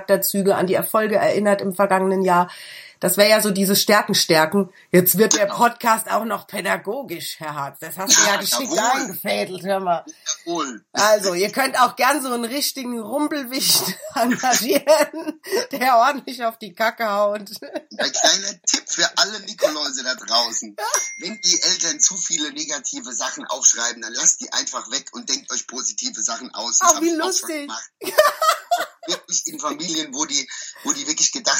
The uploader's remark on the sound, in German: Über Skype und mit deutlich mangelndem Internetz aufgezeichnet. Bitte verzeih uns die wirklich etwas anstrengende Qualität dieses Podcasts.